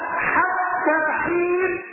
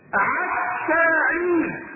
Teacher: كانت بعض القبائل لا تستطيع أن تنطق حروفا محددة، كانوا ينطقون مثلا حرف الحاء عين · Shown in: second take · فيقولون حتى حين عتى عين، فنزل القرآن ميسرا على 7 أحرف قرأها النبي صلى الله عليه وسلم.